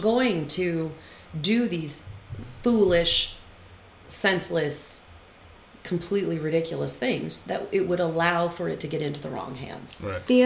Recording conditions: sounds in the background